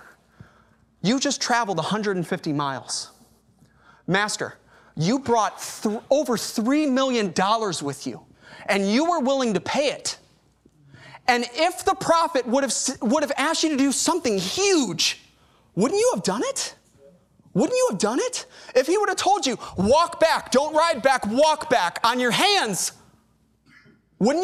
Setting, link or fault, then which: setting, large echoing room